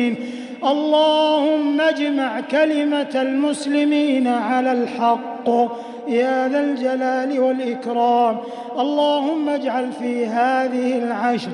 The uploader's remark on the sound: 21st Ramadan 2020 Taraweeh Prayer in Masjid Al Haram, Makkah, Saudi Arabia